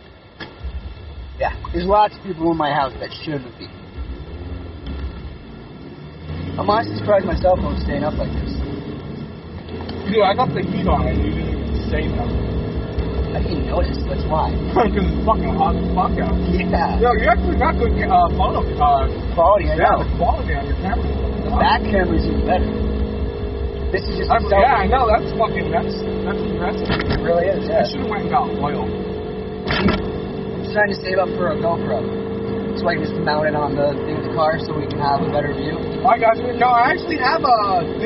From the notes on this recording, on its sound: Car, driving to Bloomsburg Skatepark. A 45-minute drive while taking the back way.